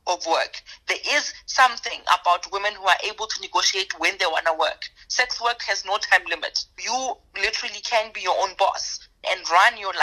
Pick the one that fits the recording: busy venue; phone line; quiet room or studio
phone line